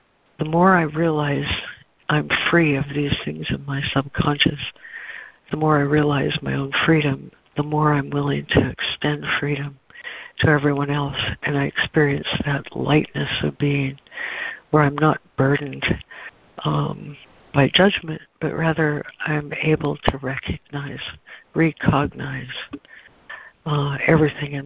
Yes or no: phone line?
yes